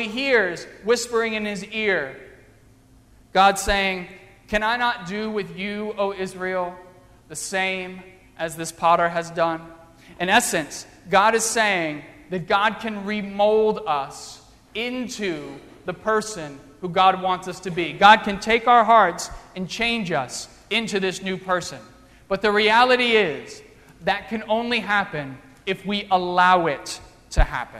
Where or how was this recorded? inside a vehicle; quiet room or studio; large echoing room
large echoing room